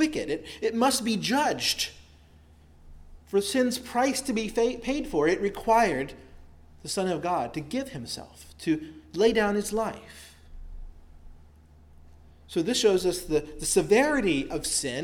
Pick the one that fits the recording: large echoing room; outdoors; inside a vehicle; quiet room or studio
large echoing room